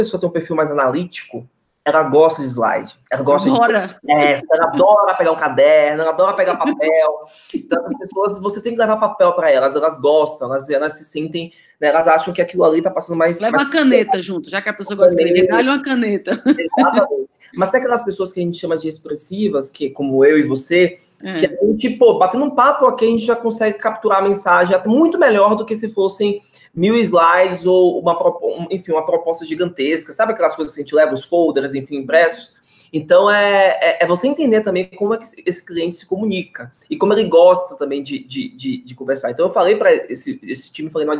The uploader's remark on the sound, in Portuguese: Conteúdo originalmente produzido para webinar ao vivo da iugu.